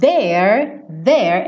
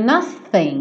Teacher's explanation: O there, there é o som do tem som, tá? Tem vocalização. E o nothing não tem. É só ar, não tem prega vocal, tá?